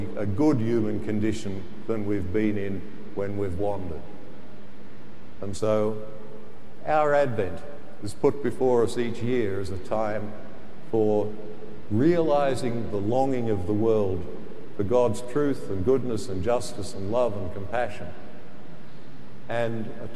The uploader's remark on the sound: The homily from Sacred Heart Cathedral, Hamilton